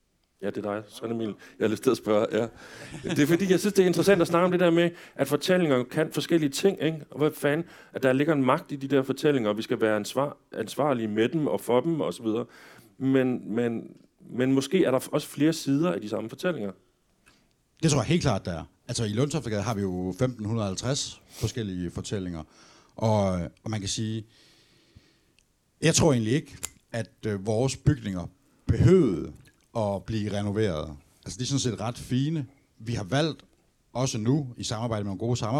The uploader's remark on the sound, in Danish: Realdania radiobiograf. I Cinematekets stemningsfulde biografsal er lyset dæmpet. I biografsæderne sidder et forventningsfuldt publikum. Dog er lærredet, hvor filmens levende billeder projiceres op på, helt mørkt.